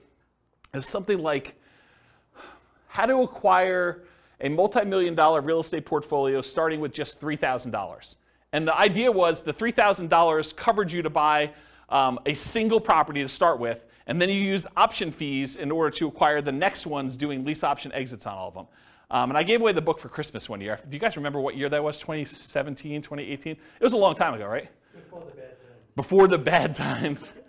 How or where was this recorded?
live audience